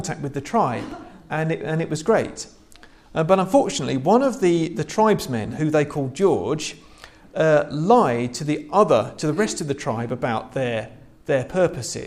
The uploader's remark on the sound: This is a sermon I preached at church last Sunday.